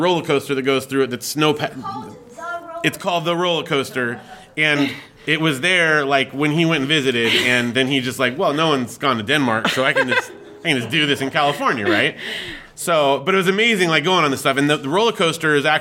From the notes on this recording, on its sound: Live From Comic Con Palm Springs. In this special recording in front of a live studio audience.